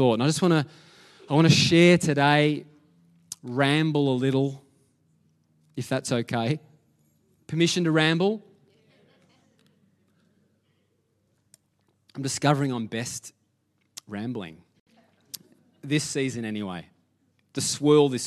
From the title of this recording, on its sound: LIVE at Echo Church